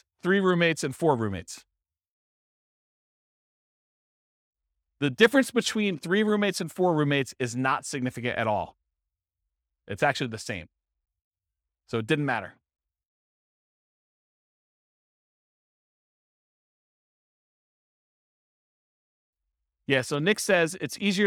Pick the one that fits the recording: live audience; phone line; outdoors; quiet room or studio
live audience